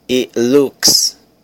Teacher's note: Obviamente, se fosse falado bem pausado, ela ia dizer it looks like it may rain soon. Mas falando rápido, esse it perde o T